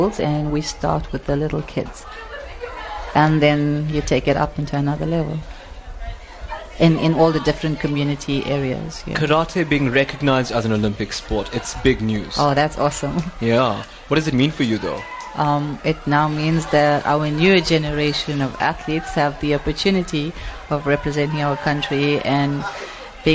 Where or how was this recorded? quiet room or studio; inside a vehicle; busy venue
busy venue